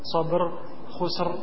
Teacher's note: Perhatikan roh yang di akhir dibaca tebel. Ra'ra'nya sabar, khusr, tebel.